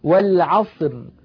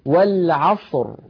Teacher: الراء عند الوقف عليها ساكنة، وقبلها صاد ساكنة، وقبلها فتحة، فتحة العين. إذن نفخمها · Shown in: second take · لا نقول والعصر، لا نقول ذلك أبدا، بل نقول والعصر، نعاملها معاملة راء.